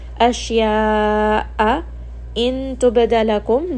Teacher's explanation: ba here is going to have qalqala